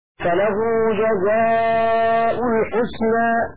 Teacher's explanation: بضم الهمزة بلا تنوين الضم رفعا على انه كان مؤخر والجار والضمير قبله متعلقان بخبر